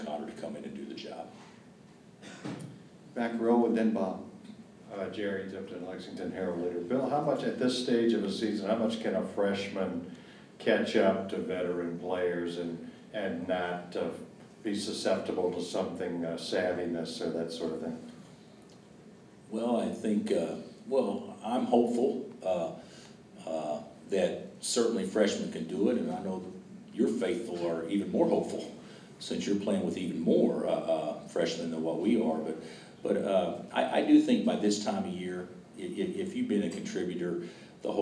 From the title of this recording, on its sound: Press Conferences & Post-Game Interviews